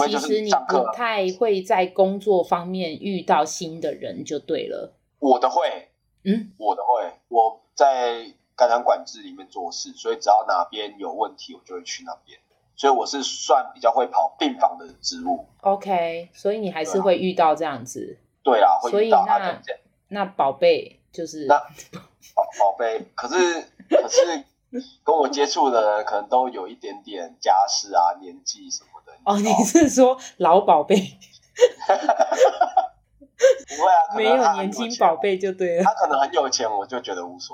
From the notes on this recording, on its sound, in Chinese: 線上錄音。